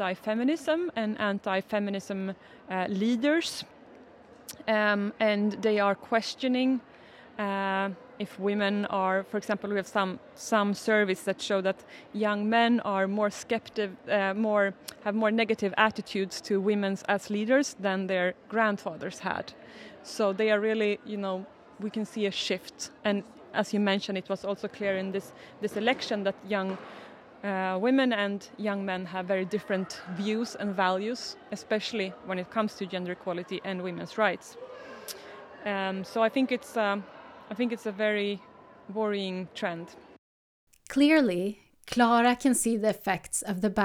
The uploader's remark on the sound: The conversations were recorded at the Swedish Gender Equality Forum in February 2023.